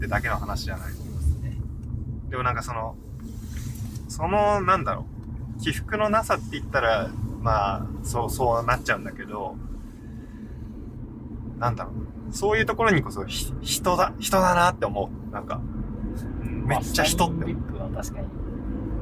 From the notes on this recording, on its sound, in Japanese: 北海道は厚真町に移住した僕たちが。ドライブトーク。車の音が入っていますが今後音質は改善していけるよう努力します。